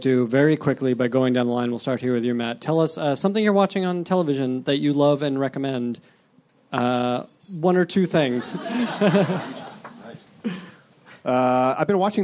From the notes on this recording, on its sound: At the Nerdist Theater at Meltdown Comics.